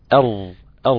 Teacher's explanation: حرف الراء قلت لك بيخرج من ظهر طرف اللسان، مش من طرف اللسان، لا من ظهر طرفه، يعني منطقة الطرف من الامام في اعلىها كده شوي.